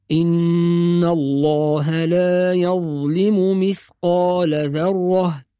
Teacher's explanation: أيضا حرف الظاء لا يقلقل